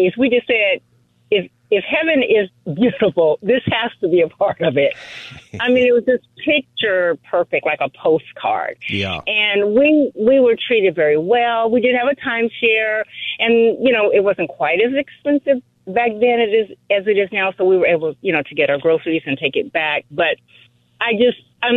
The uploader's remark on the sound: Listeners call in and react.